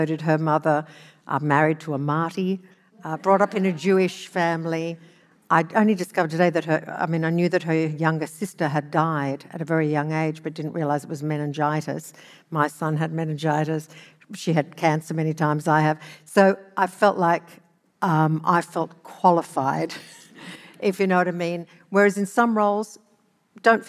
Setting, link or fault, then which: setting, live audience